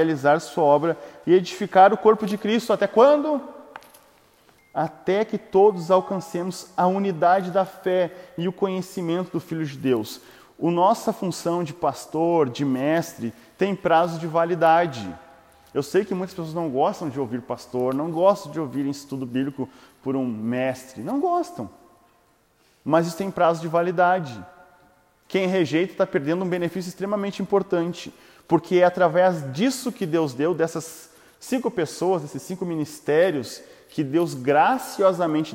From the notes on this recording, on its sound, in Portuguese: áudio sem edição extraído do Imersão presencial